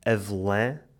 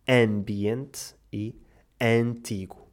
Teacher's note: existem ainda situações em que o A faz o som nasal A. Isto acontece quando tem um til, como em avelã, ou quando é seguido de um M ou N e uma consoante, como em ambiente e antigo.